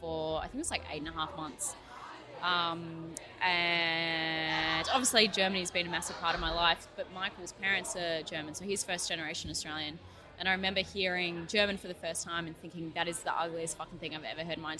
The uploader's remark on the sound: The episode was recorded at Burnley Brewing in Bridge Road, Burnley.